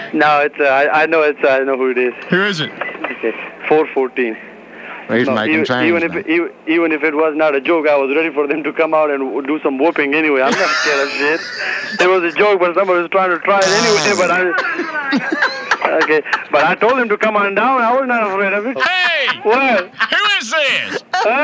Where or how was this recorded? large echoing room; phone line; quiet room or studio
phone line